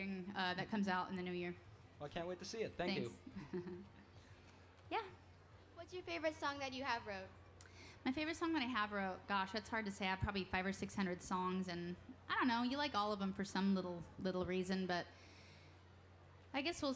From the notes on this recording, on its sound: 2012 Library of Congress National Book Festival